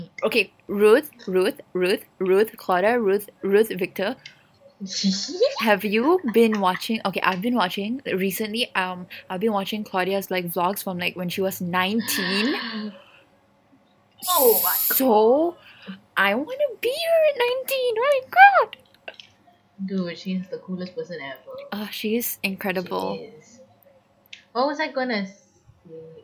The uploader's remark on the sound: our not great audio